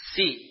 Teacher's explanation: Si ini panjang karena kasrah pada sin diikuti dengan huruf ya sukun. · Term: huruf mad